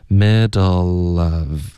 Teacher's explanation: 这个前面的辅音一定要连到后面的元音， middle 结尾你的舌尖要顶上颚